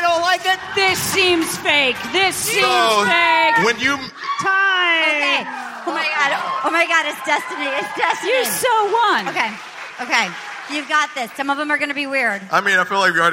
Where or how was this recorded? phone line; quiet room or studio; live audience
live audience